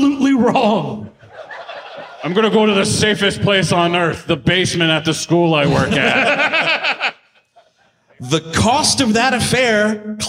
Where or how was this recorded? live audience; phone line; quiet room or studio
live audience